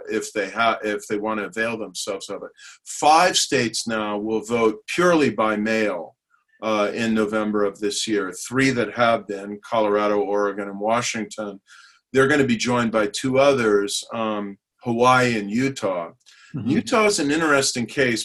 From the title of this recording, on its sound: Hoover Virtual Policy Briefing